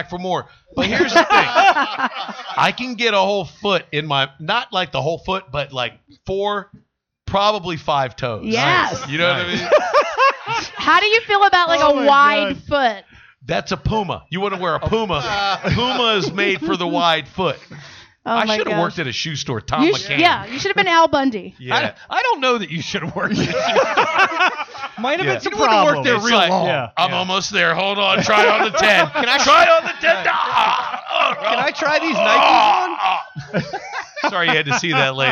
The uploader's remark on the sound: Live from Celtic Hope, home of Kelly's Dream!